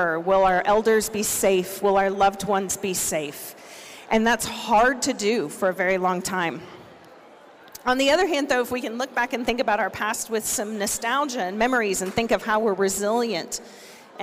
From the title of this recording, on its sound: Recordings from the 2022 Siksika Health Fair